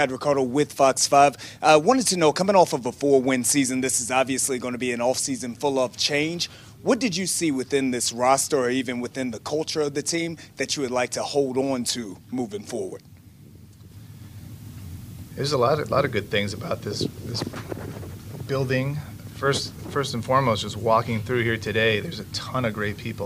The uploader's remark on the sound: Intro Presser LIVE From Ashburn